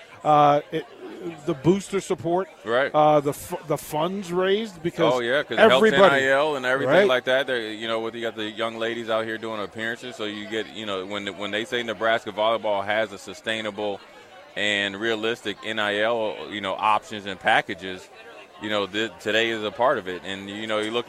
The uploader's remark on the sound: LIVE from Berry's (Volleyball Day In Nebraska)